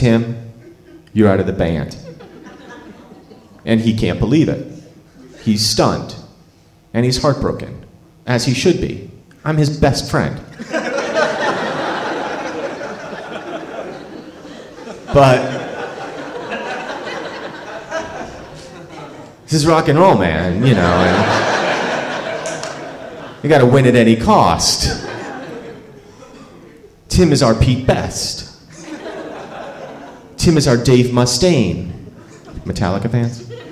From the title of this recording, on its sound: Live From Charleston!